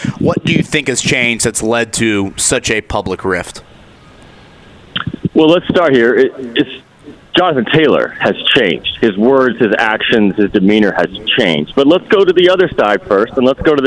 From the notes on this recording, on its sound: LIVE AT COLTS CAMP! Camp practice underway.